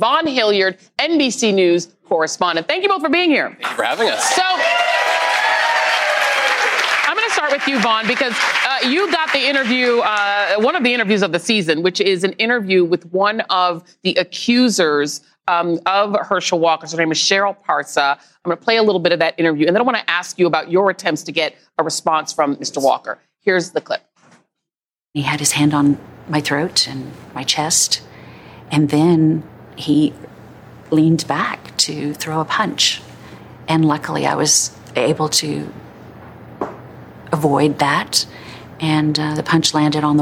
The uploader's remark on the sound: live and in person from the legendary Manuel’s Tavern in Atlanta